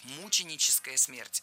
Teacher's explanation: Мученическая смерть – это неверно. Ударение здесь должно падать на первый слог.